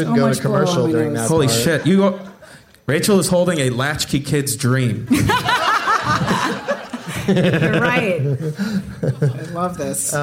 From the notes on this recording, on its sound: Live from the Plaza Hotel in Las Vegas.